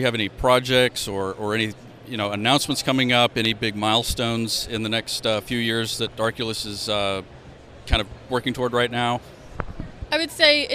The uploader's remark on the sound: Live from Consensus 2023!